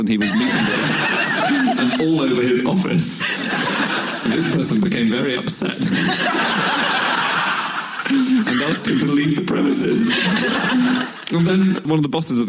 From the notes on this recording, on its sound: Live from the Gulbenkian theatre in Canterbury